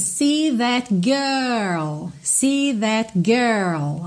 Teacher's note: você tem uma sílaba mais alongada, esse RL vai vir só no finalzinho